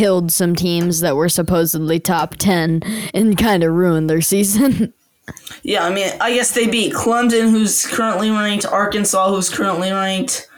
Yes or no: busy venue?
no